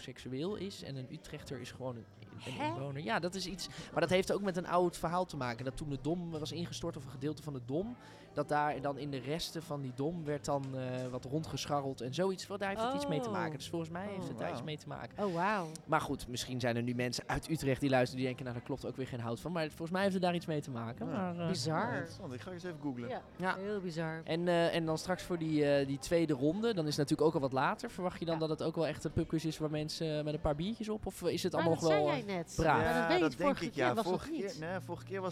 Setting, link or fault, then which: setting, busy venue